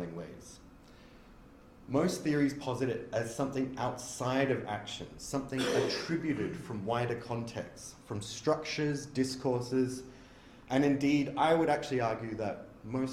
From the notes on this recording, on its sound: A talk given at the 2023 Martial Arts Studies Conference.